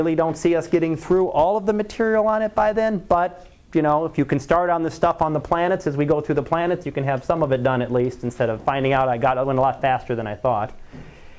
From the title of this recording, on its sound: Live Class Lecture